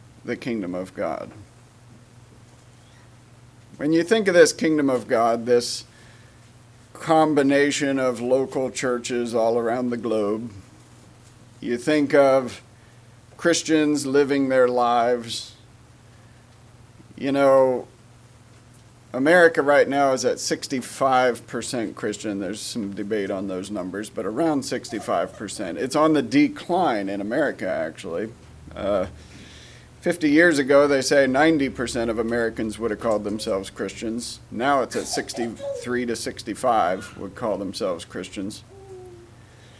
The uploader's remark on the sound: Message preached at Word of Hope on Sunday June 25, 2023